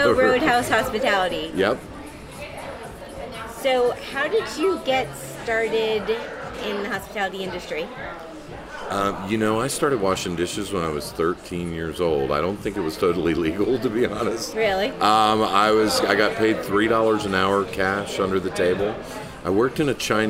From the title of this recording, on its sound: "On the Road" at the James Beard Foundation Awards, and Food & Wine Classic in Aspen 2019